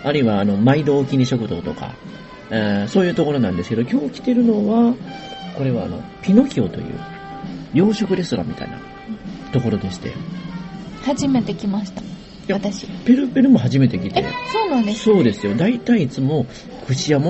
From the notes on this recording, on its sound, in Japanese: フジオフード系列のピノキオで収録。